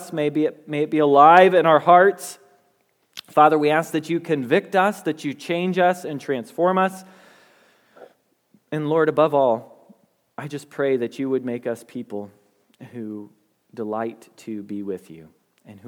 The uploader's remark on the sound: Message Preached at Valley Creek Church